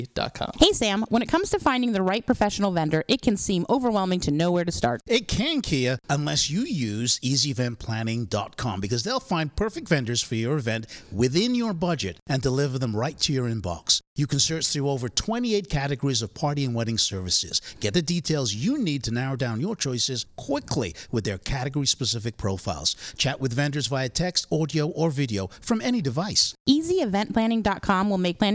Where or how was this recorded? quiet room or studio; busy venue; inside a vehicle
busy venue